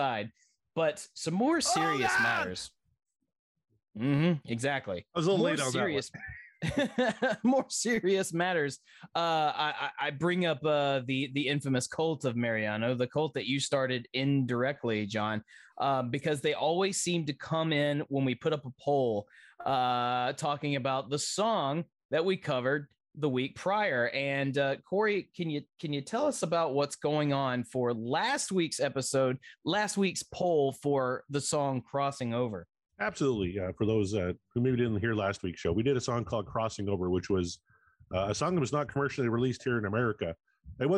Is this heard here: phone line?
no